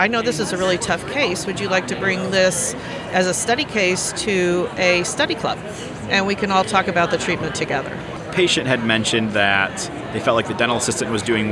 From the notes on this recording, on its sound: live from Smilecon.